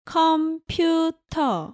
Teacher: in Korean you say 컴퓨터 without the R at the end